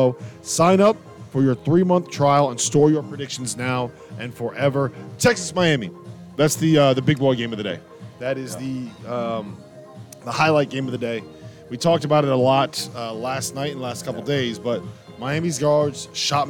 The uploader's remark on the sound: live from Stadium Swim in Las Vegas